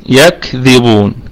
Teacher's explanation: الباء فيها قلقلة نسبية لأنها مضمومة